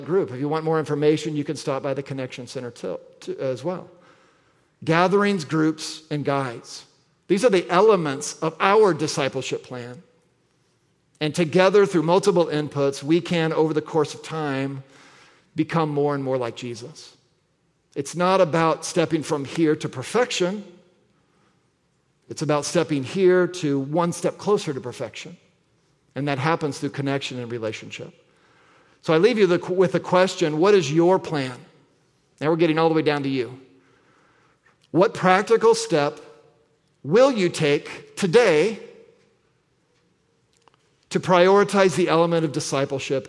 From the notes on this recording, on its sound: at the February 11, 2024 Sunday morning services of Boca Raton Community Church in Boca Raton, Florida